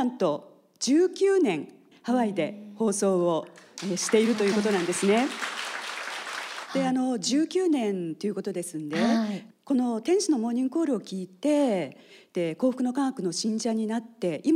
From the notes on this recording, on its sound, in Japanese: 30周年記念公開録音。In横浜正心館。横浜正心館にて、公開録音を行いました。イベント会場で募集した「愛」のエピソードを紹介しています。